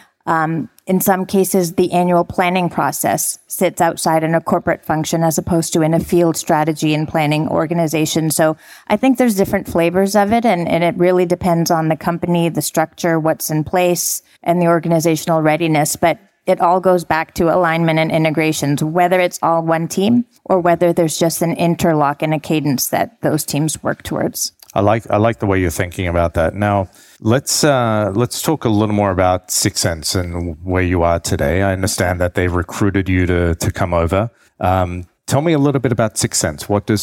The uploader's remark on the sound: Live from Dreamforce. We’re bringing you straight to a live interview at Dreamforce.